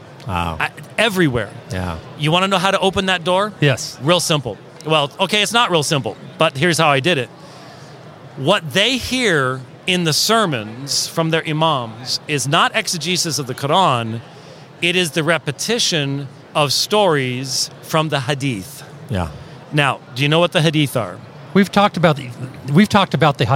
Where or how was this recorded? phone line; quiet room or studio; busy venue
busy venue